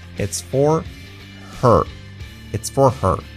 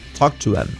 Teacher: La H, sobre todo en palabras que son muy típicas y cotidianas, se tiende a saltar, a omitir. · Term: se tiende a omitir